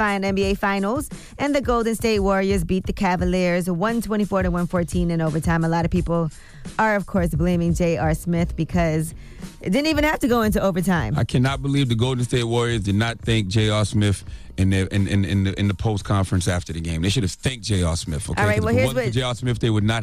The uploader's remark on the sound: we opened up the phone lines